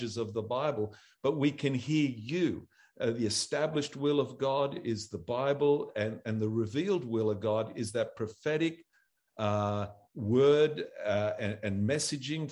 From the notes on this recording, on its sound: ZOOM Church sessions